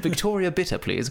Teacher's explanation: not only did I pronounce the T in Victoria Bitter, I feel like I kind of pronounced both T's